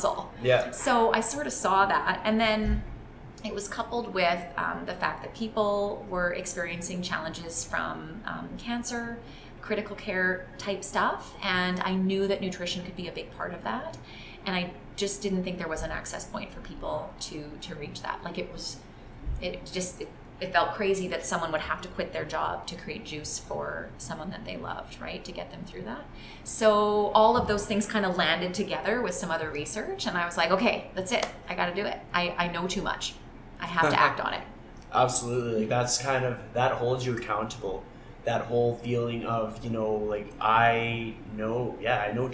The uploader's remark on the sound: Episode 34 was recorded right inside the Sherwood Park Glow Juicery while we both drank Glow Juice.